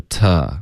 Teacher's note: to 应该是 ta，放松，用一个弱读比较好